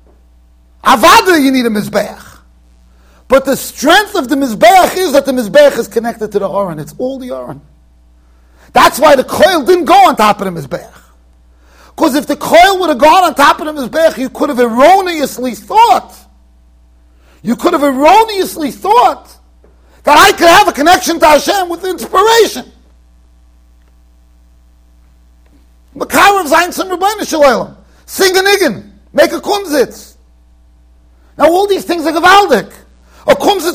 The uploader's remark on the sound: Shiur recorded in Yeshivas Ohr Reuven, Monsey NY.